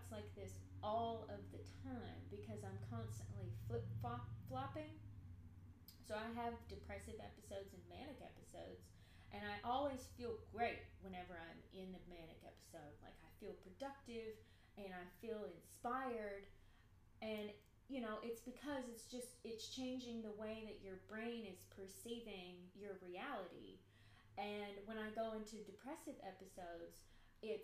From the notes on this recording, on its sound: It’s essentially unedited, the sound is too low.